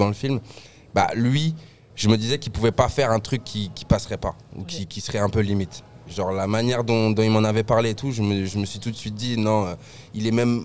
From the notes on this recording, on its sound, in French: À l'occasion de l'avant-première de Vermines à l'UGC Ciné Cité La Défense. Enregistré le mardi 26 décembre 2023 à l'UGC Ciné Cité La Défense.